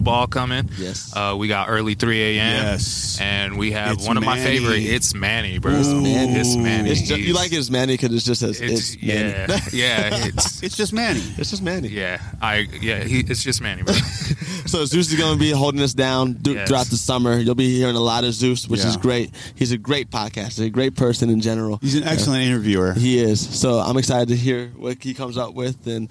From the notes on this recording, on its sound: We Outside (Himmel Park Edition). Podcasting live at Himmel Park. Tucson.